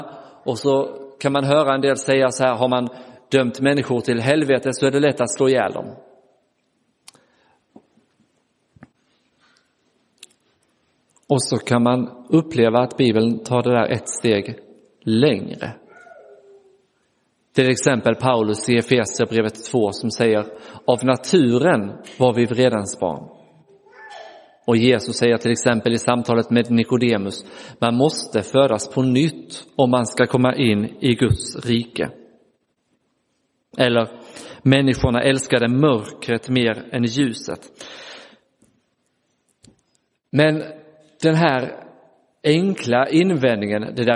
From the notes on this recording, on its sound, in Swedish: Inspelad i Roseniuskyrkan den 30 april 2023.